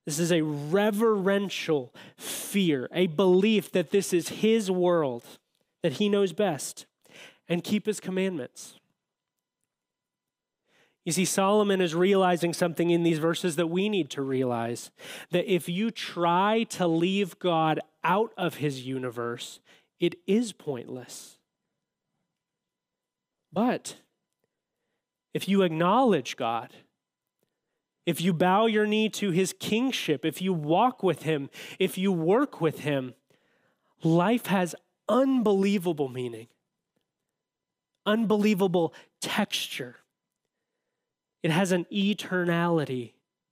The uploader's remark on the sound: audio from New City Church in Champaign-Urbana, IL